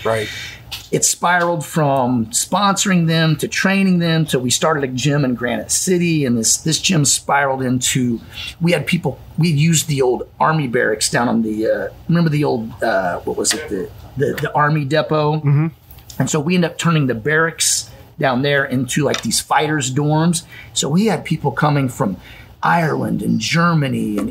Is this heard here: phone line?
no